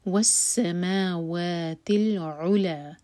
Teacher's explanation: عین حلق سے، لا دوہر کا لمبا